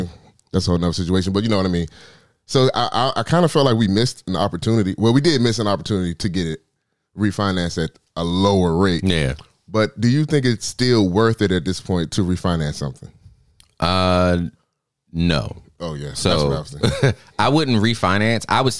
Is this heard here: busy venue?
no